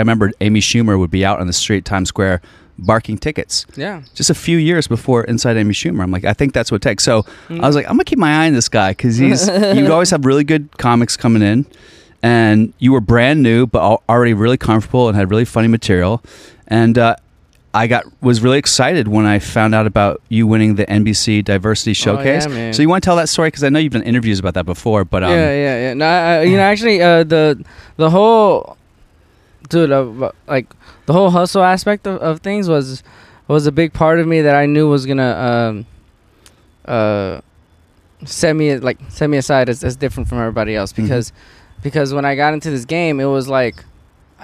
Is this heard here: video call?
no